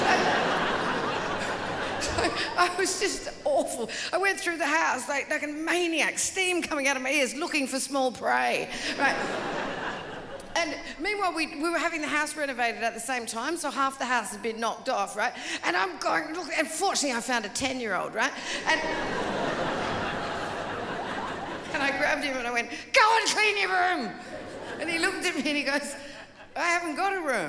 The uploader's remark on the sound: 2007 Melbourne International Comedy Festival Gala